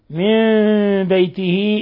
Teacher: من بيته إقلاب لوقوع الباء بعد النون الساكنة